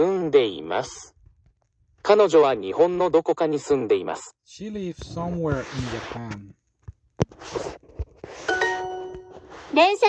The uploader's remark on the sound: I am sorry for the bad audio, this is a video/ podcast.